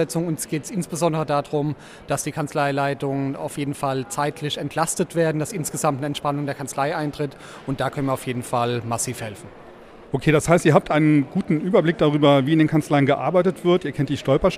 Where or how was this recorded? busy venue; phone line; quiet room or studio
busy venue